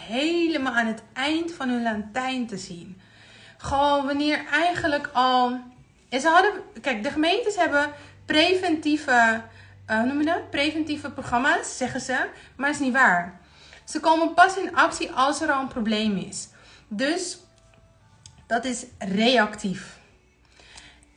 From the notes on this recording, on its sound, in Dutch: Hierbij de opname van mijn Instagram live.